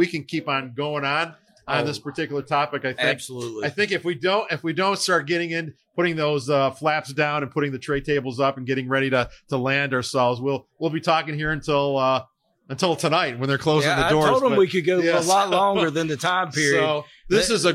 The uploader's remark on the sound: Live at FDIC.